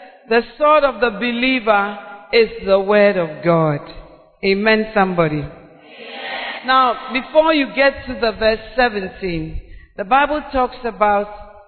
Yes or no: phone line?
no